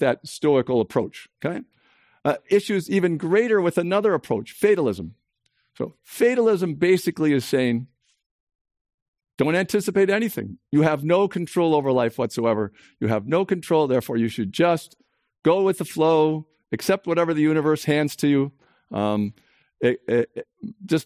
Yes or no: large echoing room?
yes